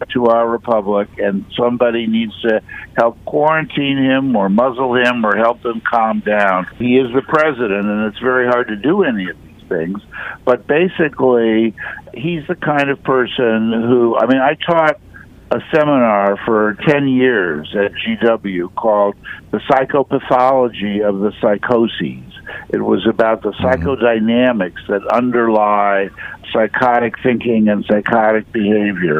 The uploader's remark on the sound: Listeners call in with comments and questions